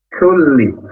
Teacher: huruf kaf berdesis lidah agak ke depan punya sifat hamas sehingga dikeluarkan nafasnya